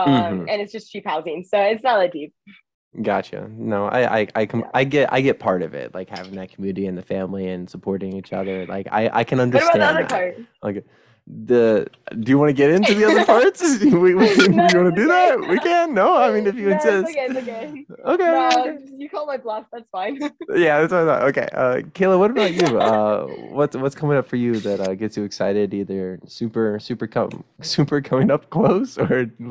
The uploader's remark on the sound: Please excuse any distorted audio due to connection issues